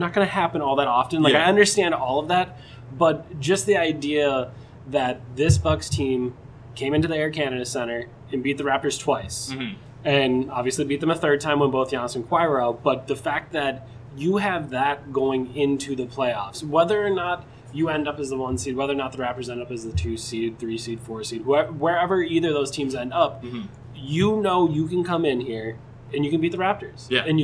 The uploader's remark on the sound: Live! from Raptors/Bucks